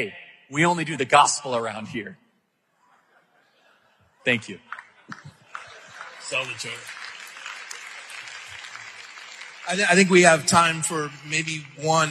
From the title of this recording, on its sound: LIVE at Strong Church in Phoenix, AZ